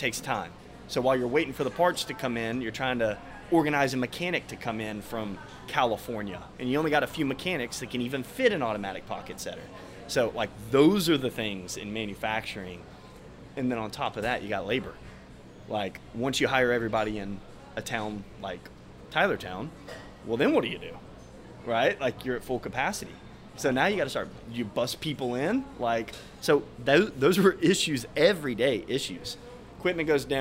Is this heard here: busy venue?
yes